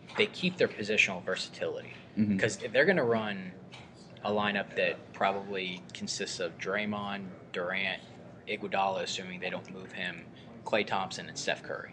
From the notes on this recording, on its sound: broadcast live from Summer League